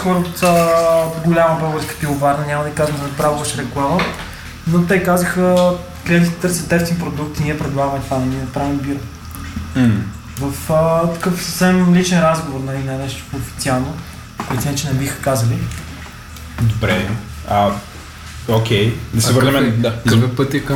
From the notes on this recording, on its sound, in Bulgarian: Записано на живо в бар Vitamin B